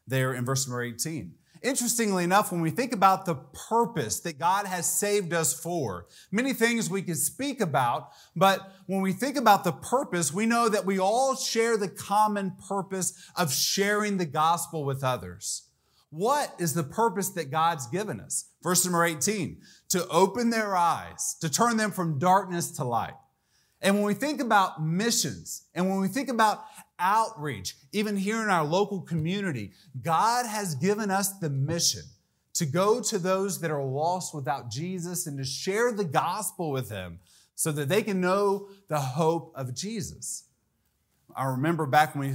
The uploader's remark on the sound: This message was delivered during Missions Month on October 1, 2023 during the evening service.